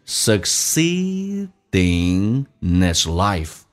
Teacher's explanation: Succeed,成功跟 in 有个连叫 succeeding.In 跟 has 还有一个击穿。那么你可以说连音这也是可以对的。那么 H 音不被强调，这个 has 不被强调， H 音就把它去掉， in 跟 has 连在一起就变成 inness，这三个单词就变成 succeeding in hislife。